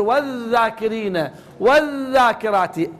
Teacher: بالنسبه لحرف الذال بعض يقراها يعني مثل مخفيه كانما ما يصير، بعض لا يخرج اللسان يعني لا الذال اذا كان مخرج فهو من طرف اللسان، يجب ان يكون جهر في الذال. اذ والذاكرين لازم يكون عندي طول صوتي بقدر رخاوته وجهر تحت عنوان وحرف مجهور، فيصير والذاكرين والذاكرات.